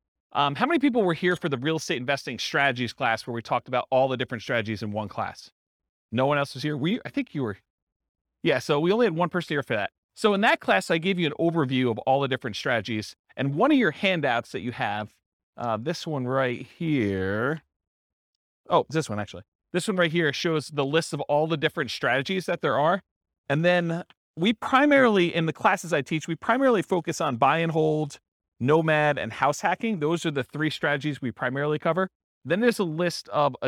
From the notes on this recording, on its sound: This was a live class recorded